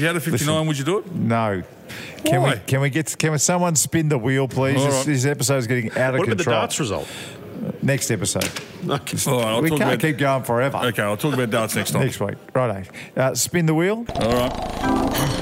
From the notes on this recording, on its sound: Live from the Mountain View Hotel